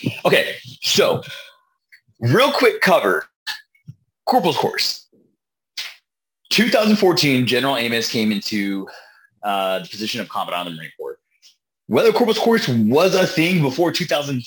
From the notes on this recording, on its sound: lots of technical issues, a bathroom break, and a phone on the last moments of it's life.